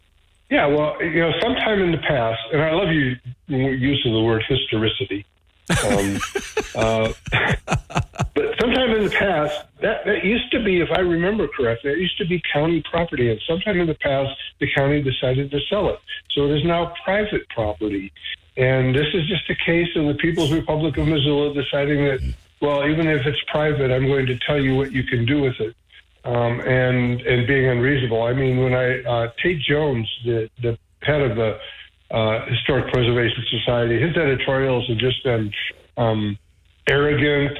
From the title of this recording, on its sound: Open Phones